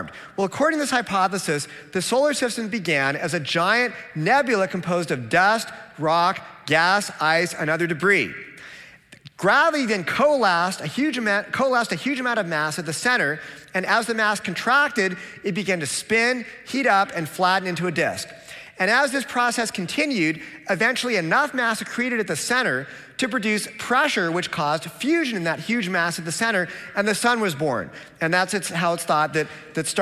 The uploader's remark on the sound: This talk was presented at the 2022 Dallas Conference on Science and Faith in January 2022.